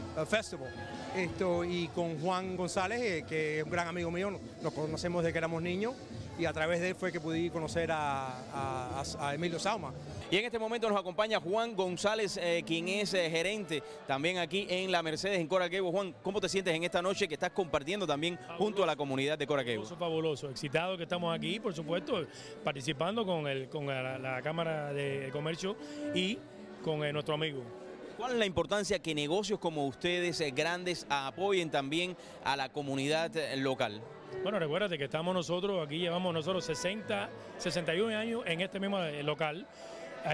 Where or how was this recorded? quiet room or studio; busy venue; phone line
busy venue